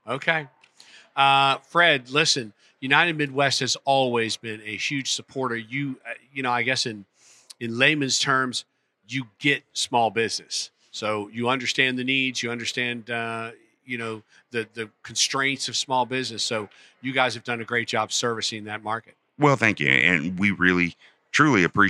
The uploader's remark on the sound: Recorded live at this year’s Florida SBDC Network Small Business Success Summit hosted at The Westin Fort Lauderdale Beach Resort.